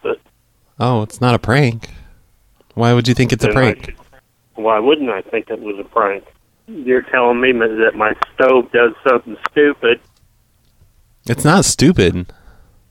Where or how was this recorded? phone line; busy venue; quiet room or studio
phone line